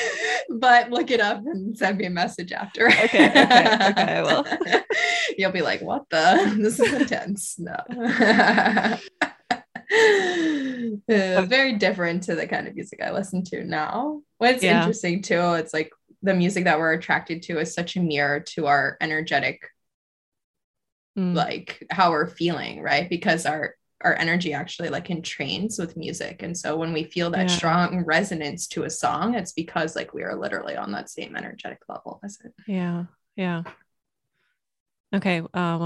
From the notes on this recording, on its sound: we were just flowing on this zoom call